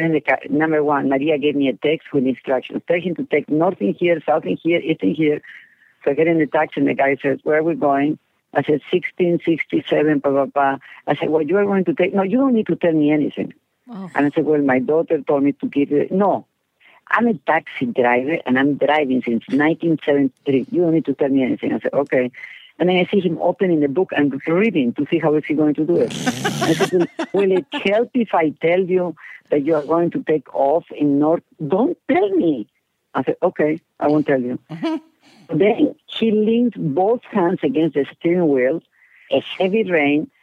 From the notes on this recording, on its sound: Gets on the phone and tells us a story.